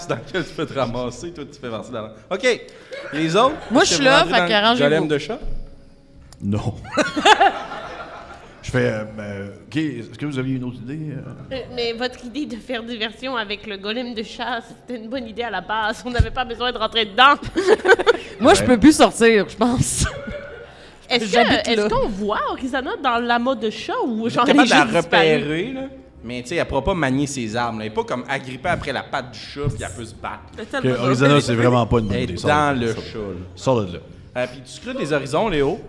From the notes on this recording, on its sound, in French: En direct du Centre des Arts Populaires de Nicolet. Se réunir autour d'une même table physique en vrai de vrai pour un épisode LIVE. CAPTATION EN LIVE RÉALISÉE PAR COUP CRITIQUE (avec les limites que ça comporte).